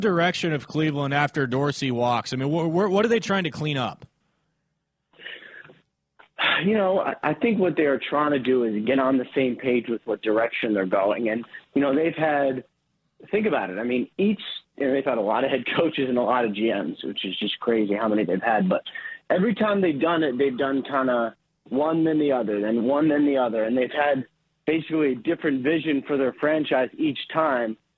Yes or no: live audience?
no